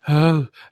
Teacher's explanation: she has kind of like this breathy voice